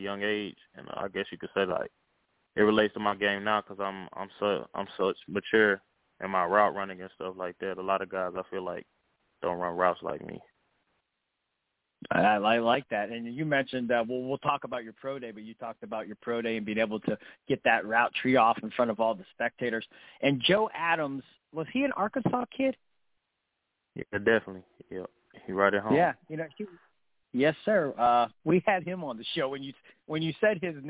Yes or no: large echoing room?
no